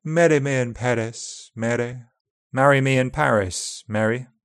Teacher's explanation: Before an unstressed vowel, upper RP speakers tend to tap.